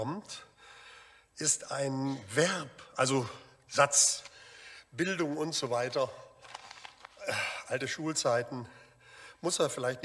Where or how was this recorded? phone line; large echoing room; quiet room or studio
large echoing room